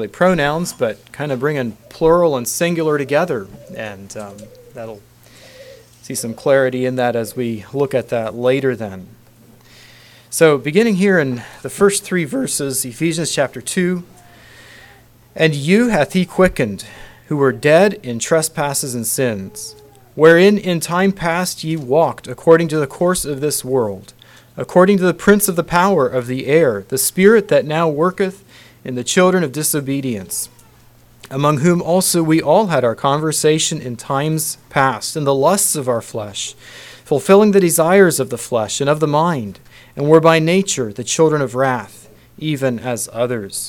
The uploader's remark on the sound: Council Message. Message preached at Word of Hope.